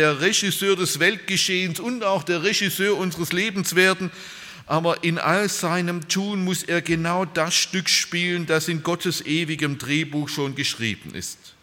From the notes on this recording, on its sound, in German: bei einer Veranstaltung der Liebenzeller Mission